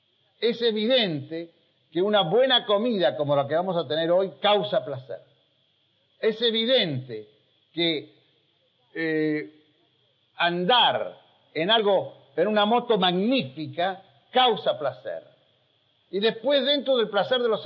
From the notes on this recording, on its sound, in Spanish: Un breve fragmento sonoro de una clase magistral realizada como recepción para los alumnos que ingresaban en 1981 a la e[ad].